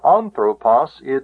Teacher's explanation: But here, anthropos, the accent is on the antepenult, the third syllable back.